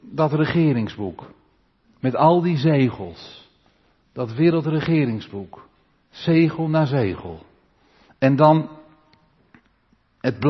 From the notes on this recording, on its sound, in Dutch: De preek is op 20 maart opgenomen in de Maranathakerk in Groningen.